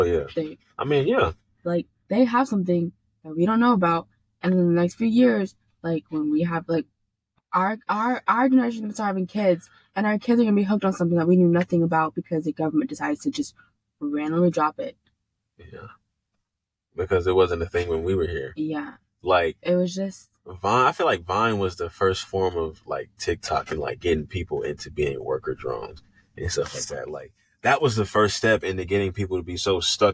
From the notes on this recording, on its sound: All the way from a ghost forcing us to record away from the house and back into the car. (The ghost cursed our audio in this episode).